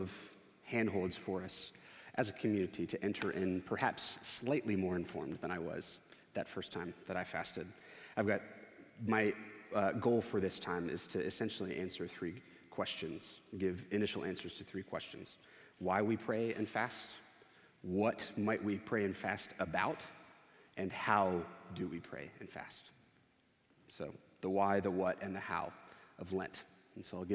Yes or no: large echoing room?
yes